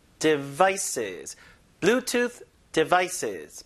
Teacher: Bluetooth devices 해서 이건 항상 강세를 뒤에다 줍니다.